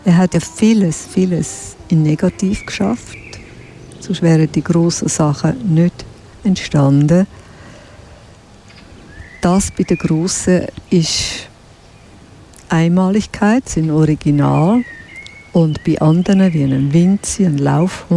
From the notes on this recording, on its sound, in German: Limmattrail – Begegnungen entlang der Limmat: Bruno Weber Park, Dietikon. Deshalb zog unsere Ausbildungsredaktion los und sendete in dieser Woche live vom Ufer der Limmat.